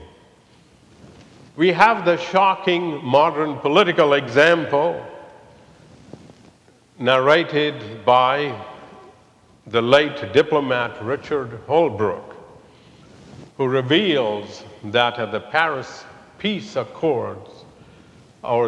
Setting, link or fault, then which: setting, large echoing room